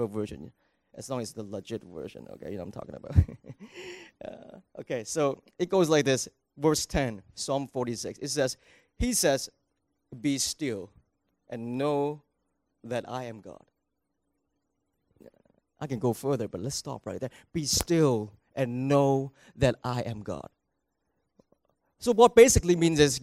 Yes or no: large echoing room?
yes